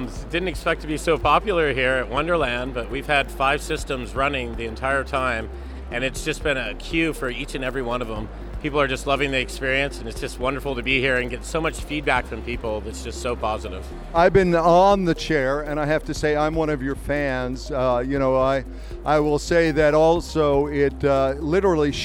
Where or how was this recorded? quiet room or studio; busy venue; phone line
busy venue